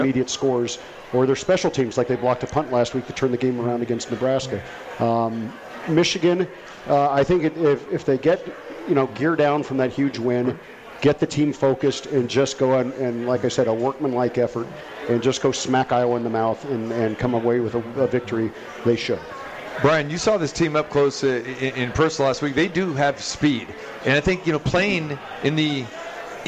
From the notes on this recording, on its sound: Live from The Cosmopolitan of Las Vegas